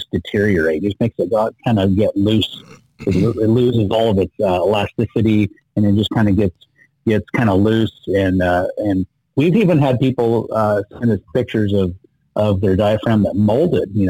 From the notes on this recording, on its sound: On the phone.